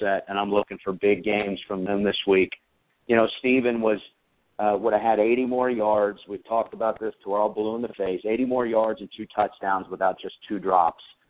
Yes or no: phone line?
yes